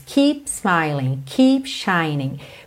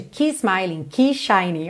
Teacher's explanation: Esse P do keep é muito interessante porque ele quase não aparece, mas você faz a junção dos lábios. · Shown in: first take